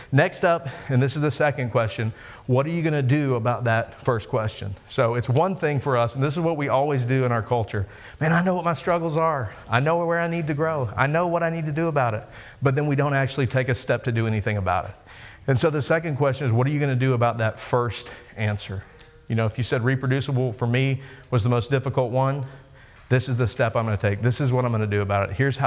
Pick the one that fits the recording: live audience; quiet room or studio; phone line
live audience